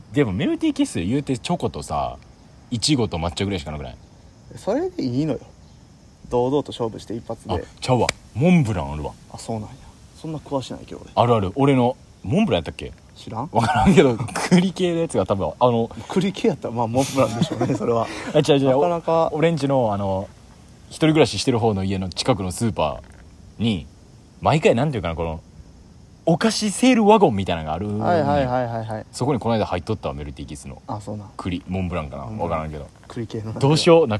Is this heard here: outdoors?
yes